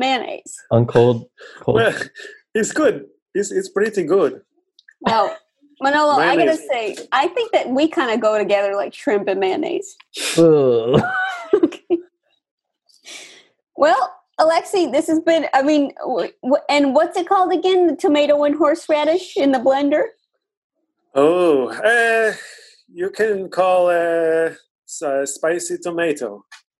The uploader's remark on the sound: Play listener-created games with callers via Zoom!